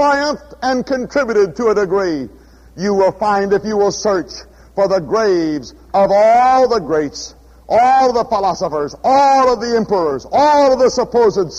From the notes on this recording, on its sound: at Houston's First Baptist Church, Houston, Texas